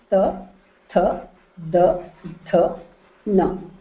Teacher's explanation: The ta vargaha, ta, tha, da, tha, na. They require your teeth to pronounce. And that is why they are called dantyaha. And these are associated with the sound, with the vowel l, l.